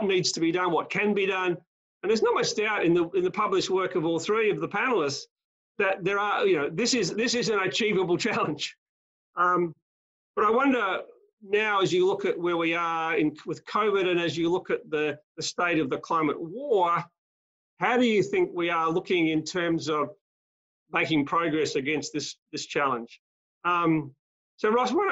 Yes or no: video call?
yes